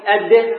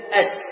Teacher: الآن انظر أد أس، أد أس متقاربة في المخرج لكن مختلفة، الدال من حروف الشدة والسين من حروف الرخاوة، الدال من حروف القلقلة والسين من حروف الهمس